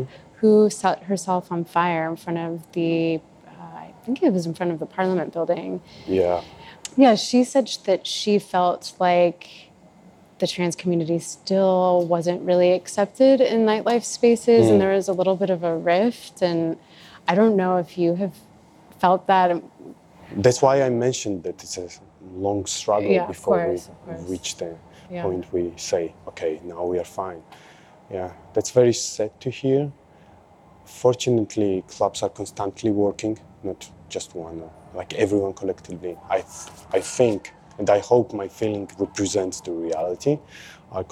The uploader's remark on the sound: Recorded live at ICKPA Festival—an event co-run by contingents from the Georgian and Ukrainian dance music communities.